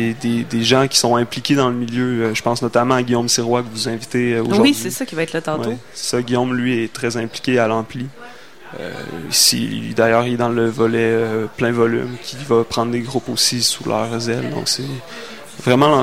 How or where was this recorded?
busy venue